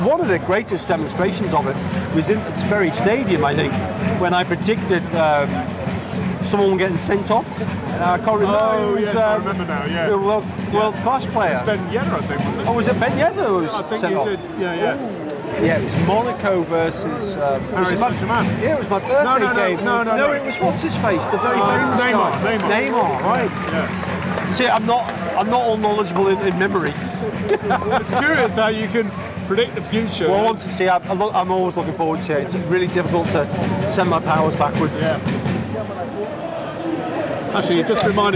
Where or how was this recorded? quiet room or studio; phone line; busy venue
busy venue